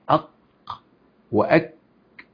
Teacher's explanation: في هناك ثلاث اقسام منه، في الجزء الاولاني بيبقى الجزء الذي يلي الفك، وبعدين في هناك الجزء الصلب او العظمي، ثم هناك الجزء الرخو اللي هو في اخر الحنك. الجزء اللي في اخر الحنك اللي هو الرخو ده بيطلع منه مخرج مهم جدا، مخرج الايه؟ الكاف والقاف. يعني لما نقول كده اق واك، اك دي طبعا اوضح، لان الاك ديت الكاف مهموسة، فبيبقى الهمس بيوضح المخرج. · Term: مخرج الكاف والقاف